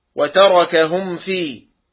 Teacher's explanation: تجب العناية بإظهار الميم الساكنة عند الواو والفاء، نحو عليهم ولا، وتركهم في، حتى لا تدغم ولا تخفى، وذلك لقربها من الفاء، حيث تخرج الفاء من باطن الشفة، ولاتحادها مع الواو حيث تخرج من نفس مخرجها.